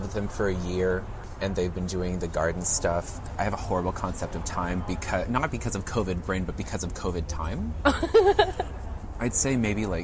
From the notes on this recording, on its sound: Recorded at Campesino Coffeehouse, Houston.